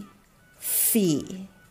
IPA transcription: fiː